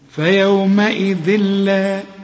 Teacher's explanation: تنوين وبعد لام، اللام من حروف الإدغام، تنوين وبعد لام، إدغام كامل بس بدون غنة. فيومئذ لا، اوعى تقول لي فيومئذ لا، لا، حتى لو اللام عليها الشد ما تغنهاش.